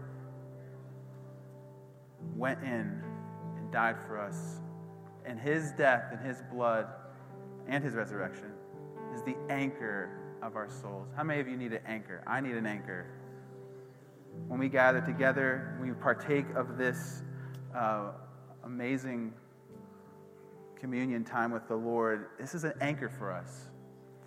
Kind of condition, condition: setting, large echoing room